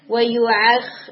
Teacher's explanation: اوکے پھر یہاں پر نا یہ آئے نمبر فور میں جو ورڈ آ رہا ہے وَيُؤَخِّرُكُمْ، اس میں آپ کا جو حمزہ ہے وہ تھوڑا آئین کی طرف ٹرن ہو رہا تھا